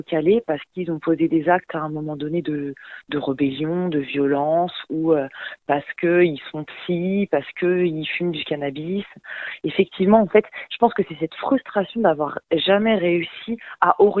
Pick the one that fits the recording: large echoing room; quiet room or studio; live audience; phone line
phone line